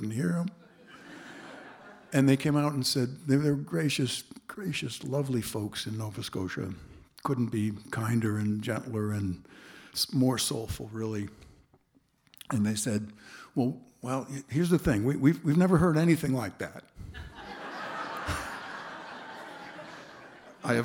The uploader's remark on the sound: returns to the Fur Peace Ranch for a concert recorded August 27, 2022